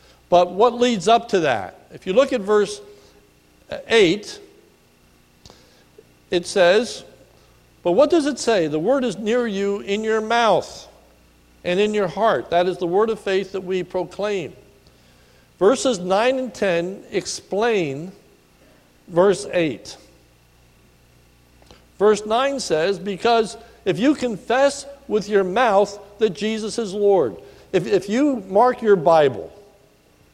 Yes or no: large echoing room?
yes